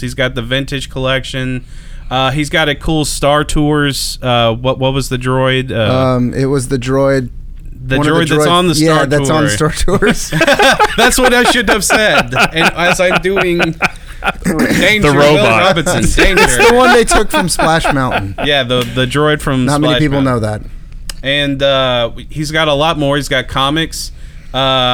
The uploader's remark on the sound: This week we are live at Starbase 1552 Comics.